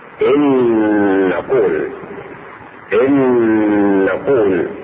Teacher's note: النون تدغم في النون مع الغمة